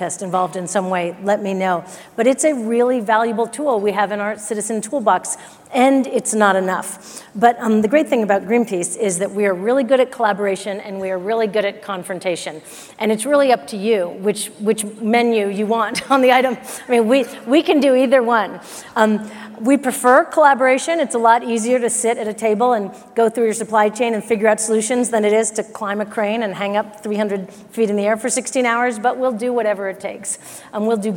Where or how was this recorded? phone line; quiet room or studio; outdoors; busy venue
busy venue